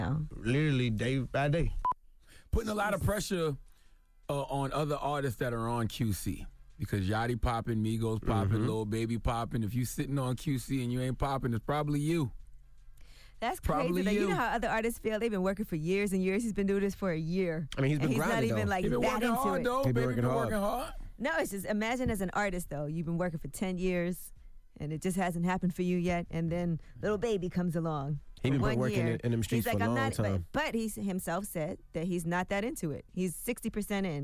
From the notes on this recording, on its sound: we opened up the phone lines